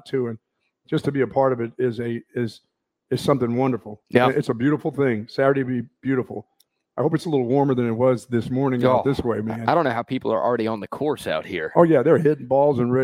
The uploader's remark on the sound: LIVE from Lakecliff Golf Club in Spicewood!